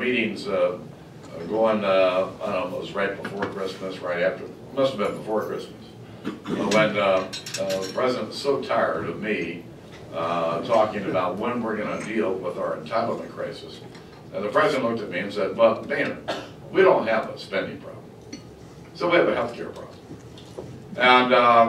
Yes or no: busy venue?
yes